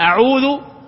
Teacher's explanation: الآن حنا لما يجي عندنا ألف معناته أنه هذا حرف مد، لأن الألف لا تكون للساكنة واللي قبل مفتوحة، أو واو أعوذ بالله مثلا، أعوذ، الآن الواو هذه ساكنة واللي قبلها مضموم، إذن هذا حرف مد